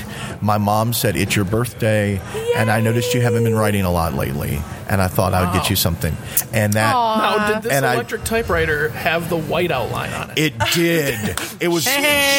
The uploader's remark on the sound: SteamCon 2018. This episode was recorded at Motor City SteamCon.